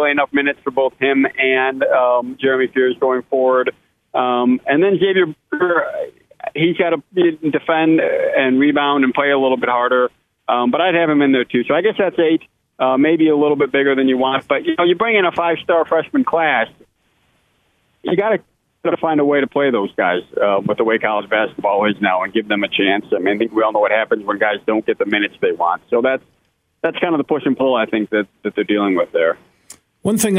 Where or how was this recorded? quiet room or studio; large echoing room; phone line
phone line